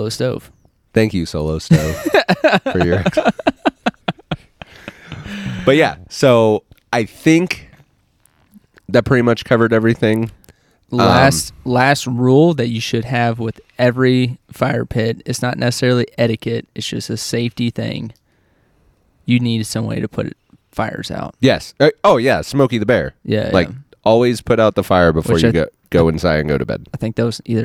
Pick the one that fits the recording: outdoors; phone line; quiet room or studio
outdoors